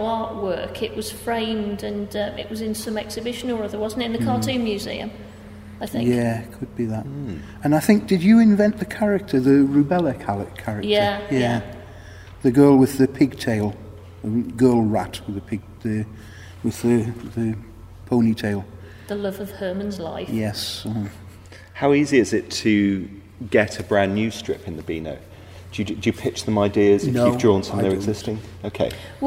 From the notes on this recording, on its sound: In an interview recorded at Caption comics festival, Coventry.